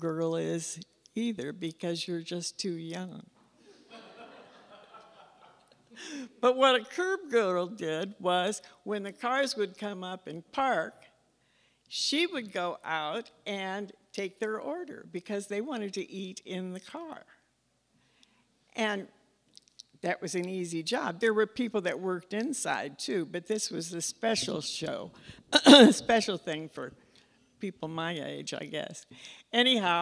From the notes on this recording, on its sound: Bloomington-Normal community members shared their "Taking Care of Business" stories during the latest Next to Normal Story Slam on Nov. At the McLean County Arts Center.